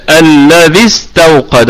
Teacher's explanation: هنا سنتخلص من المد حال الوصل للتخلص من التقاء الساكنين. الياء، هذه الياء ساكنة، هذه الياء ساكنة، الذي يبقى وقفا عند ما الطبيعي حركتين، وصلا الذي استوقد، اذا راح مننا المد فلم يعد عندي مد.